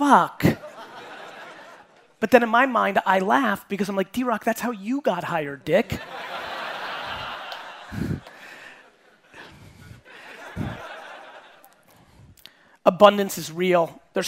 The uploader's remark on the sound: Coming straight from the Auckland, NZ Keynote